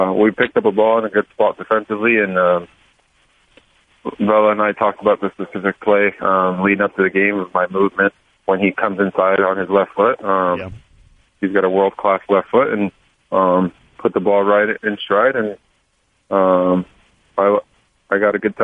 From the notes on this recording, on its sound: called in to talk